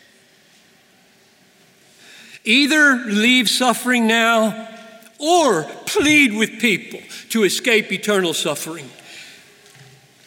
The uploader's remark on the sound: preached this message at the 2019 Bethlehem College & Seminary commencement